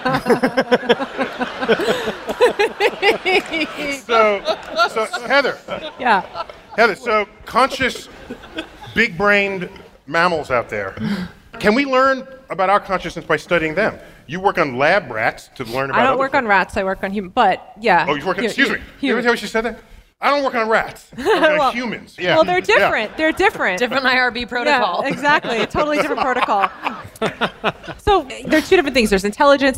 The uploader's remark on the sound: StarTalk Live: Big Brains at BAM